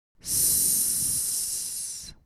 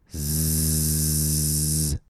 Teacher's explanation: S is a voiceless sound, a voiceless consonant, and Z is a voiced consonant. We use our vocal folds to say Z, but not to say S.